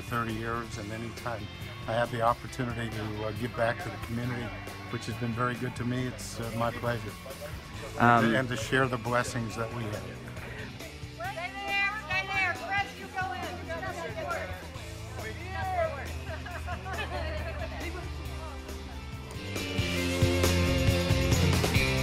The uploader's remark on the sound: On the street. Bike Walk Coral Gables.